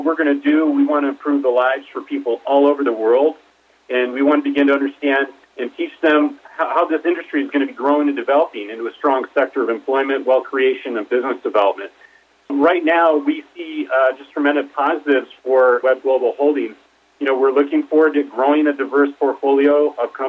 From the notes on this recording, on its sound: called in to SmallCapVoice.